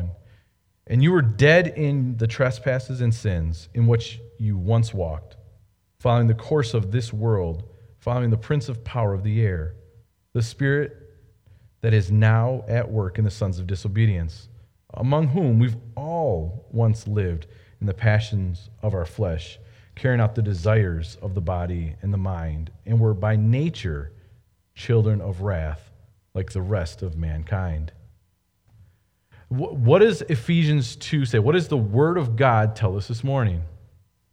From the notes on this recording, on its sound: Delivered Sunday, May 3, 2020 at Woodridge Community Church (New Berlin, WI).